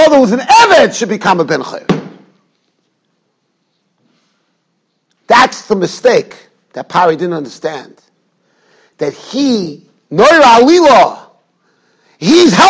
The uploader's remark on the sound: Shiur recorded in Yeshivas Ohr Reuven, Monsey, NY.